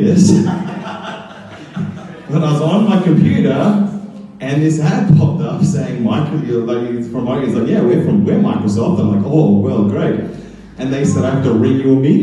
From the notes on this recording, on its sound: Recorded live at BackDock Arts in Brisbane, Australia's Fortitude Valley. The Story Chunder is a live event where storytellers share unbelievably true stories from their lives.